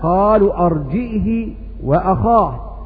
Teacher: إذن ابن زكوان يقرأ بكسر الهاء